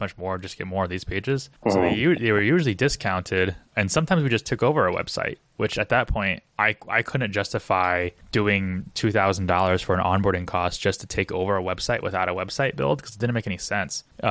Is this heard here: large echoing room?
no